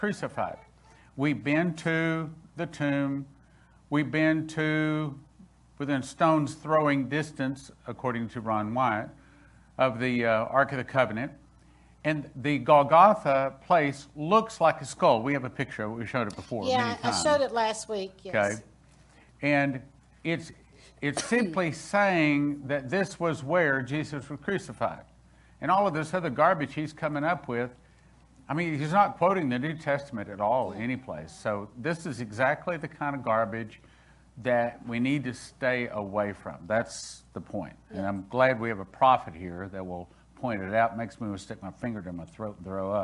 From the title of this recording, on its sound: Spirit of Prophecy Church - Sunday Service 06/20/2021 - Audio